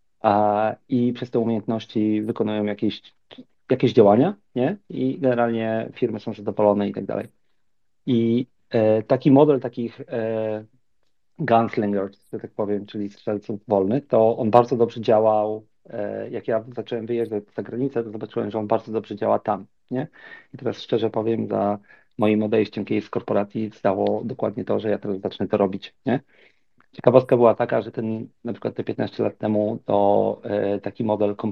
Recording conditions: video call